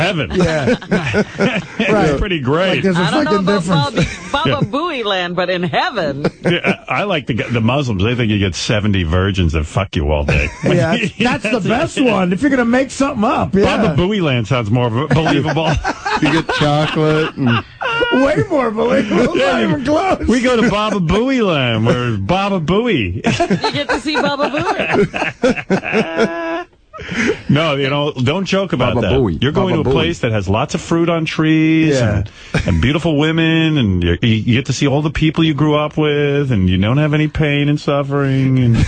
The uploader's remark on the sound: Prank Phone Calls